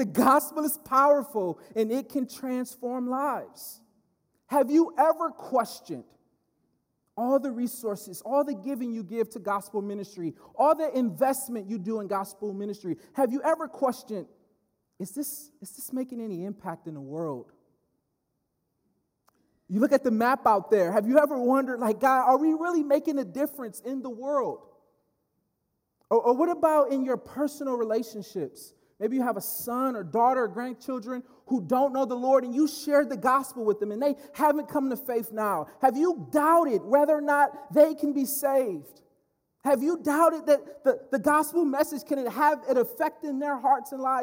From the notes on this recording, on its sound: speaking at Berean Baptist Church